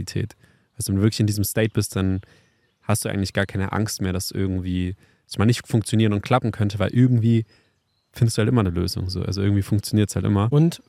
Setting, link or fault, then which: setting, outdoors